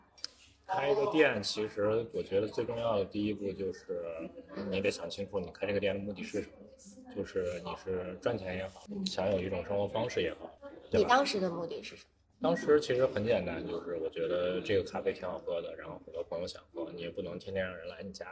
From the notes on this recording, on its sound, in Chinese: 因为当时录音环境太嘈杂